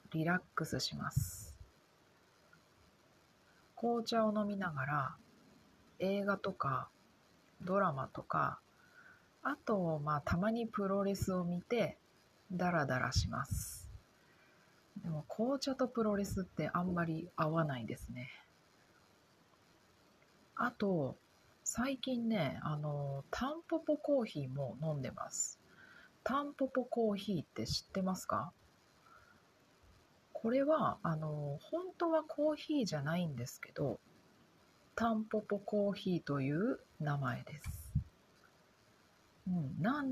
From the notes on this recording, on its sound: なのであまり大きい声が出せません。でもがんばってポッドキャストを録っています！ You know, old Japanese houses had really thin walls, so I think my voice can be heard by the people next door lol. Because of that, I can't speak too loudly, but I'm doing my best to record my podcast!